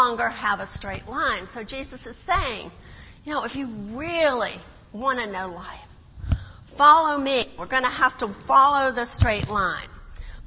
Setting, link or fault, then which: setting, large echoing room